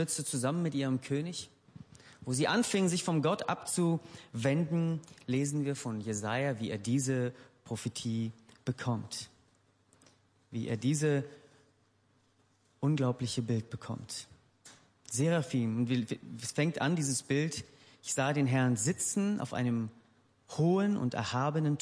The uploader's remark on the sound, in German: Gottesdienst der Kirche für Bonn